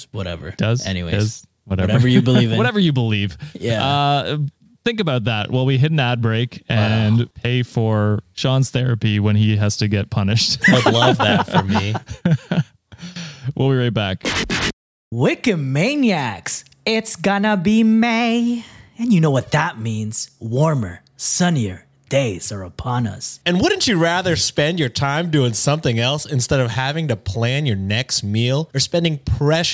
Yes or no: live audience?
no